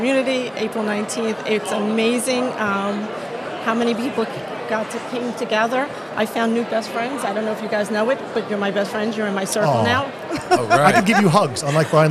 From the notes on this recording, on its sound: LIVE from the Hilton Garden Inn